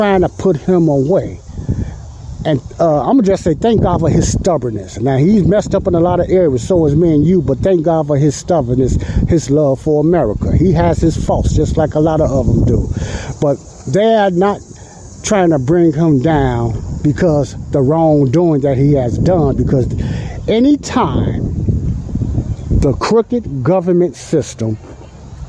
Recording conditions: wind noise